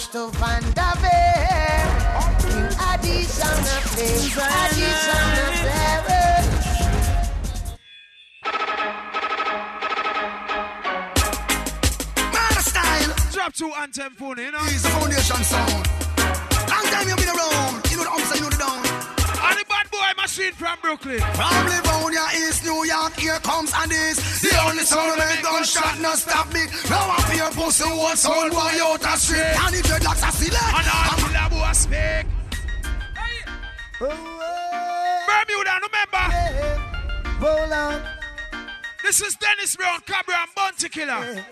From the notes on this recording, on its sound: Live Juggling Dance. At Cosmopolitan Night Club on Front Street Bermuda. Big Up To Everyone That Came Out And Held A Vibez And Enjoyed The Dance.